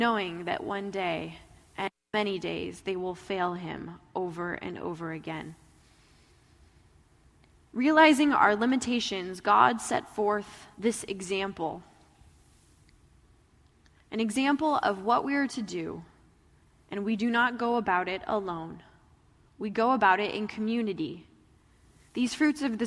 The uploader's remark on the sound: Message delivered in the Traditional Worship Service